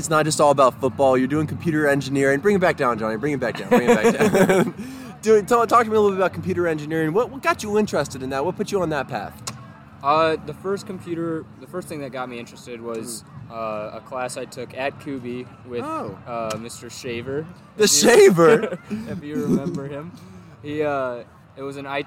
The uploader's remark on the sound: Live From The Tailgate Lots!